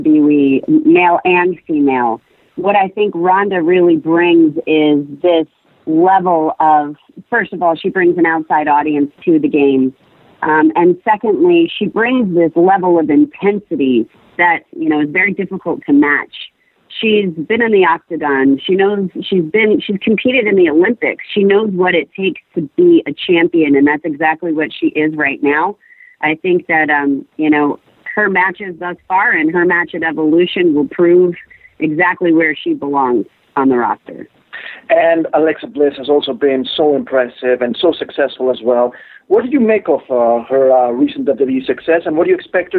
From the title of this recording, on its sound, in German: am Telefon